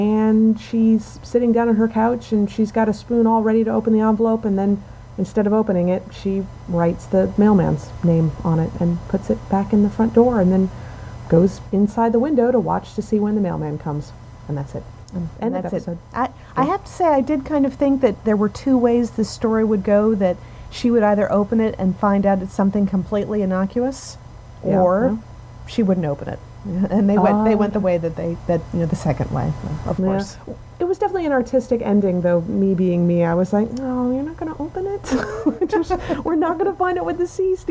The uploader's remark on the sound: Sorry about the sound this week, we picked up a hell of a background hum in the recording, and it was either live with it or take it down and make everything else sound like we were speaking from the pit. We chose the pit.